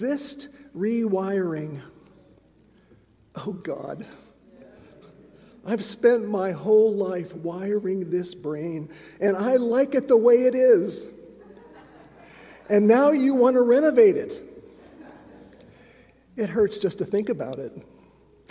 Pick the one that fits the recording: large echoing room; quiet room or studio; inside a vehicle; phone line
large echoing room